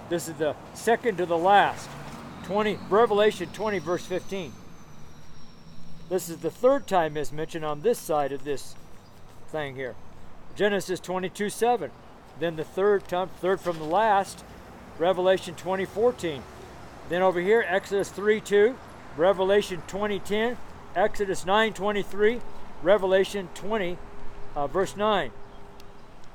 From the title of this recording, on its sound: FRIDAY STREET SERMON